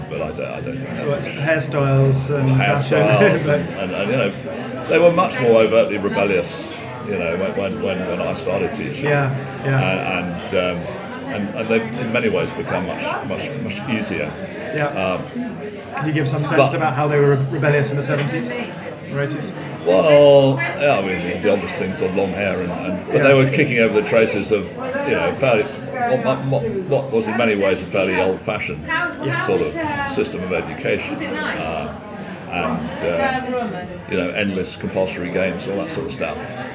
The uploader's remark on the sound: The interview was recorded in a restaurant and I'm afraid the sound quality is not good. However, you get into the groove after a few minutes and I hope it will be intelligible.